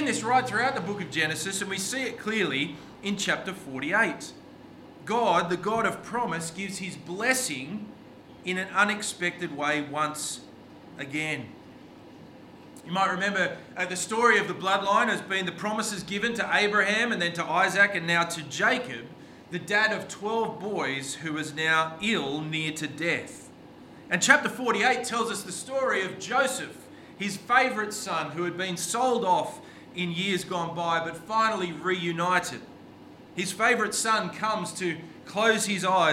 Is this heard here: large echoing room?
yes